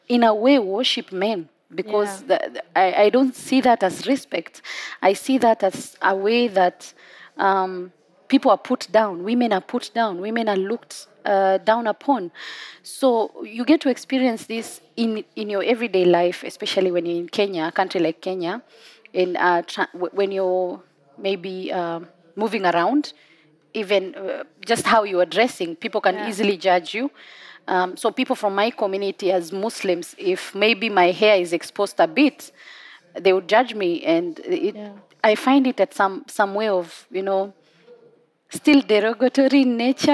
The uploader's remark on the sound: recorded at COP28 in Dubai